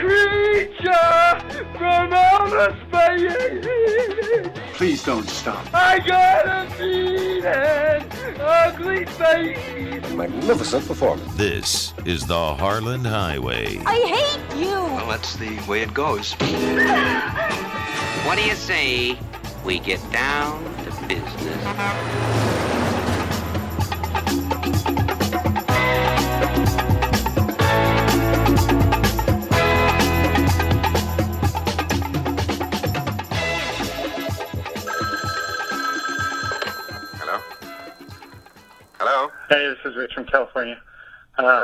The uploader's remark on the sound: Phone calls from Pavement Pounders.